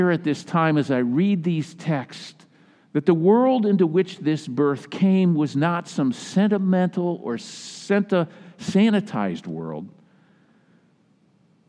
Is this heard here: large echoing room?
yes